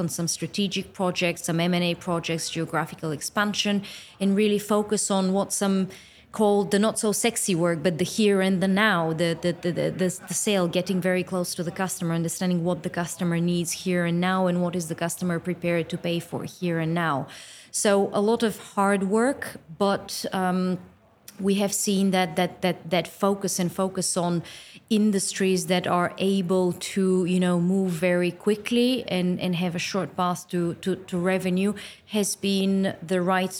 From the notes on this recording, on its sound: At Money20/20 Thunes Stand. Conversation at exquisite MoneyPot stage to wrap up the Live Coverage of #BBE at Money20/20.